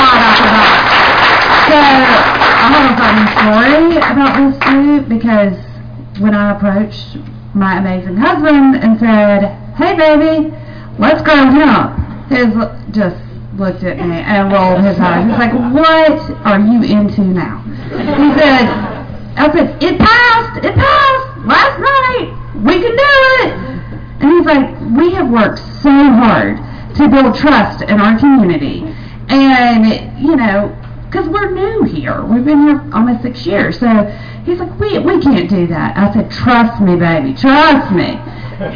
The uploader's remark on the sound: Frannys Farm Panel Q&A.